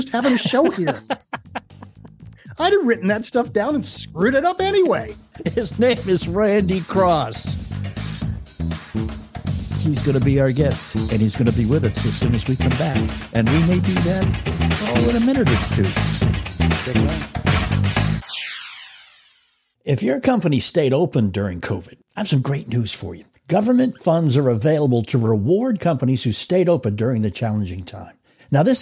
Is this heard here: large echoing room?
no